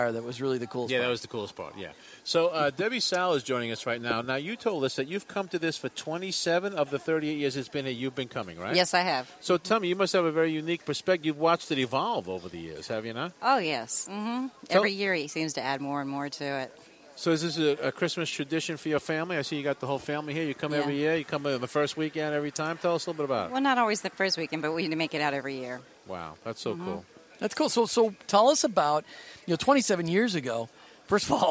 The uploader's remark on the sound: Report live from the Oakdale Christmas House in St. Petersburg.